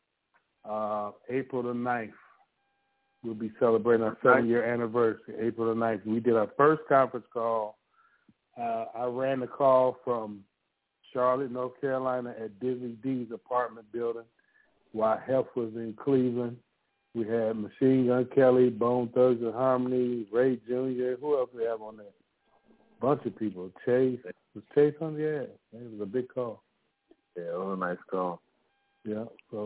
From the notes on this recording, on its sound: The Nerve DJs Bi-Weekly Conference Call